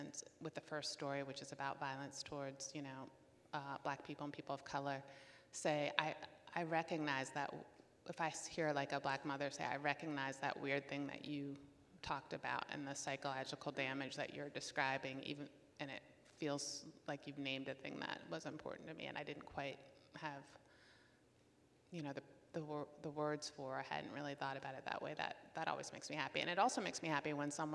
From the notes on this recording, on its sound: 2022 Va. Festival of the Book. Take center stage at this Festival headliner event.